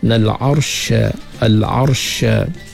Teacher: al'arsha ra mati sebelum dia berbaris di atas, kita baca dengan tebal